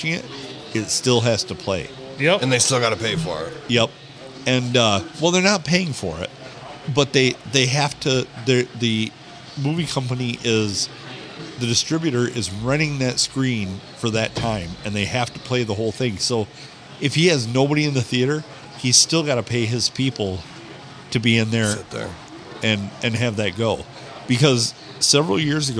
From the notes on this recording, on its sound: We record on a Sunday night at the Stumble Inn.